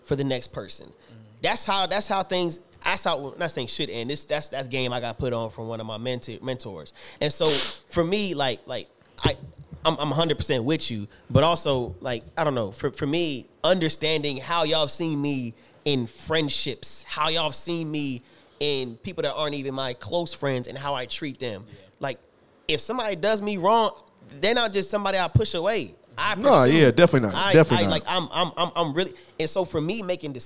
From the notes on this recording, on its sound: We hear from a few members of the live studio audience.